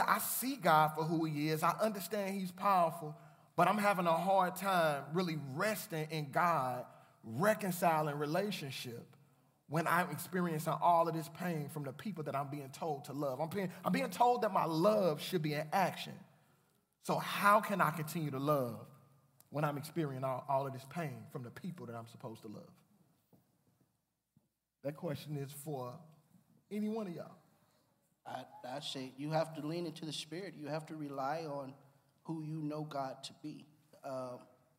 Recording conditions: live audience